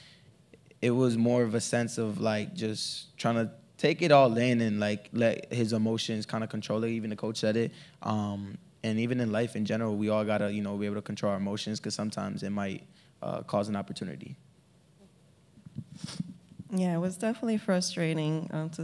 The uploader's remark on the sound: We hosted our first LIVE, in-person podcast episode after the screening of the film, Sugar, at The Little Theatre. The recording was provided by The Little Theatre staff.